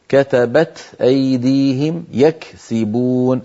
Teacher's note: وضح الهمس في الكاف والتاء